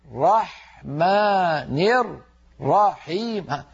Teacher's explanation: حتى كأنه فك الإدغام الرحمن الرحيم هل رأيتم كيف يفك الإدغام، الراء المشددة فك الإدغام صار كل راء لوحدها · Term: تمطيط الشد